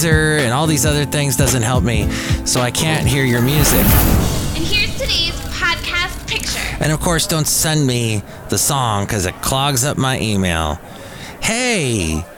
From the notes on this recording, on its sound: podcasts live from Café Anyway